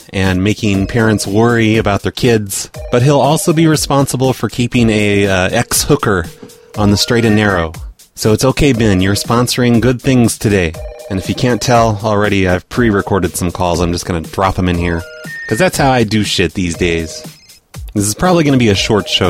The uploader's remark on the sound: Personal Prank Phone Calls Collection. LQ.